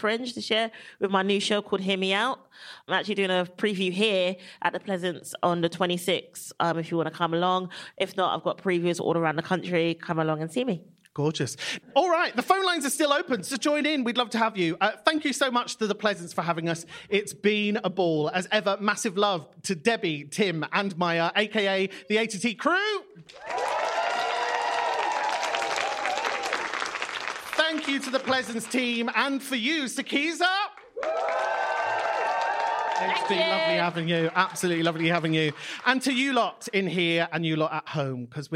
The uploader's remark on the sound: Live in London